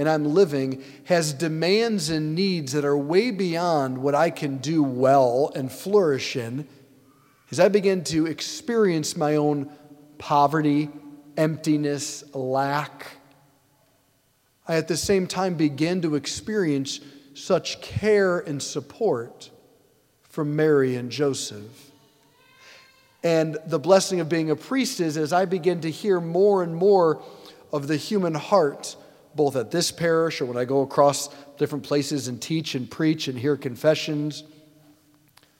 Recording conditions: large echoing room